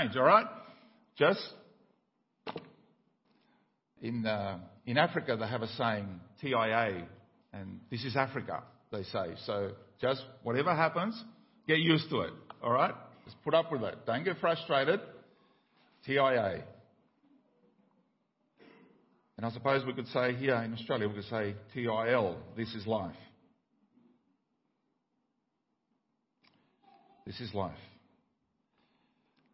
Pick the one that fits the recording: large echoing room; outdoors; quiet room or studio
large echoing room